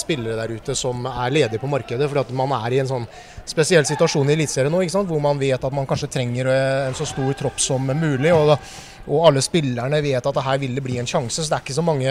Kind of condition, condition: setting, busy venue